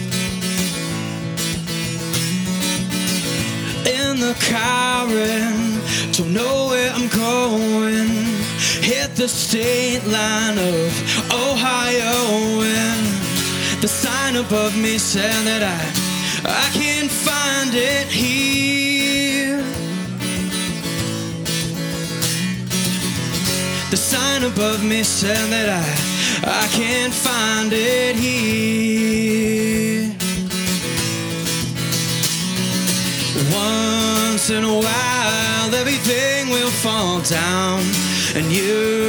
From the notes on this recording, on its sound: Recorded live at Late at the Lake, at Mozart's Coffee Roasters in Austin, Texas on Tuesday, September 27th, 2022.